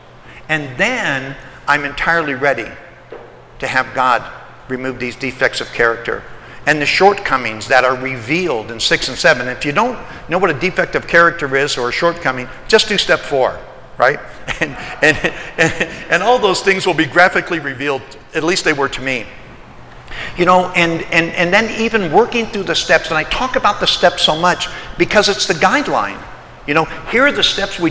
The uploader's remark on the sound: Today’s podcast is from a speaking event. I was the keynote speaker at the “Old Timers” meeting at the Salt Lake City, Utah Alano Club.